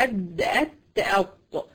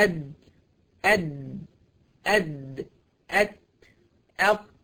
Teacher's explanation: الدال والت الطرف ده بتاع لساني بيخبط مع اصول الثنايا العليا، مع الاصول.